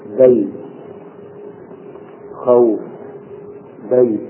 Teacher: واليوم ونحن نتحدث عن صفة اللين نقول إن الواو الساكنة المفتوحة ما قبلها تخرج من الشفتين، وأما الياء الساكنة المفتوح ما قبلها فتخرج من وسط اللسان · Term: حرفي لين